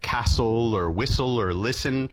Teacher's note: T has disappeared in words like castle or whistle or listen